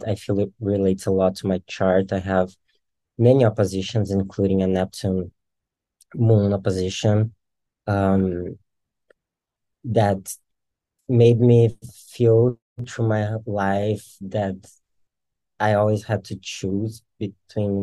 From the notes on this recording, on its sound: This episode is the edited audio from Embodied Astrology’s virtual open house